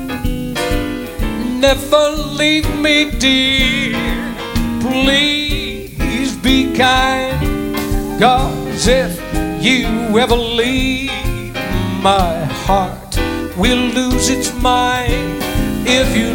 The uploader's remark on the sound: Live at the South Point Casino